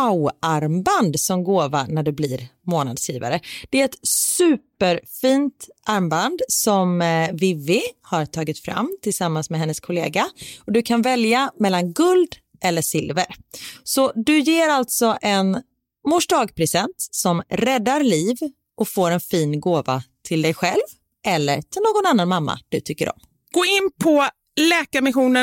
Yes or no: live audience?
no